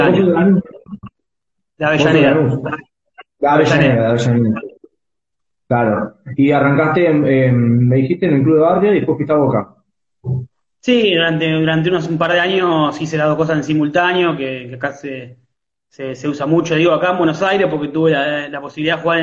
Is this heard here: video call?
yes